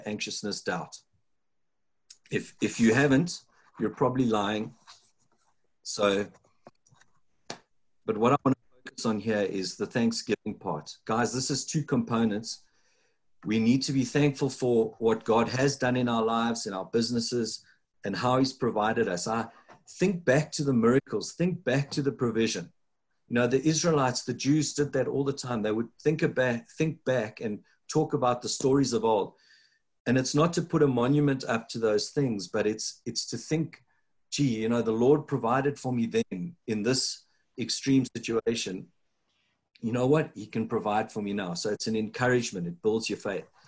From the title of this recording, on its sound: Breakthru Business Forum ZOOM meeting